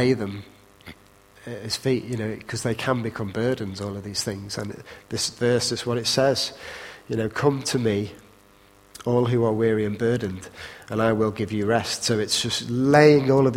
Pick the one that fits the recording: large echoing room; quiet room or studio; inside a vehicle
large echoing room